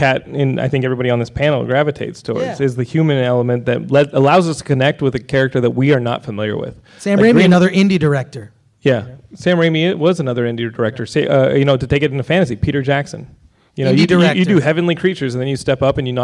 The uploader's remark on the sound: Live from Stan Lee's Comikaze Expo, our very first LIVE Geekscape from a comic convention!